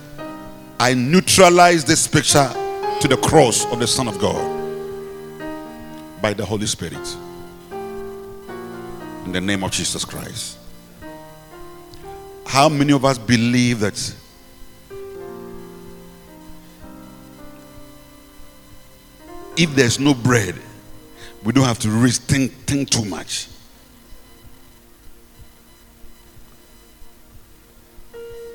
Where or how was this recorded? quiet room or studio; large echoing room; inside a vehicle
large echoing room